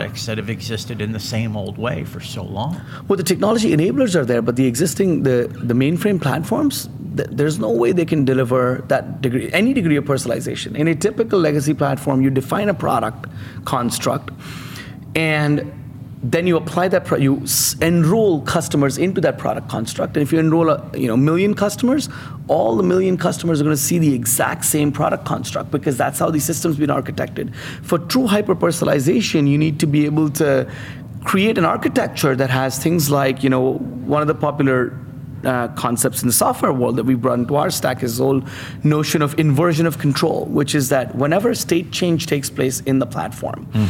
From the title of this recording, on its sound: LIVE FROM MONEY 20/20